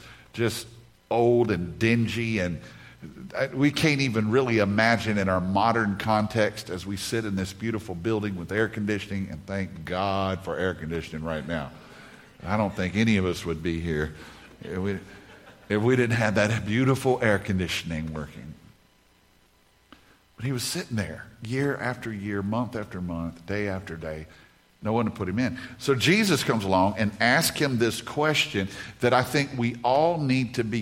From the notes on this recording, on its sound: In this message from the Renew Conference